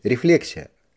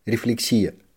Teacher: считается грамотным делать ударение на втором слоге · Shown in: first take